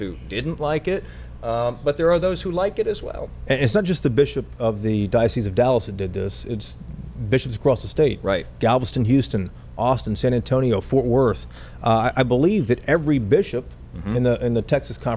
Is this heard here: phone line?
no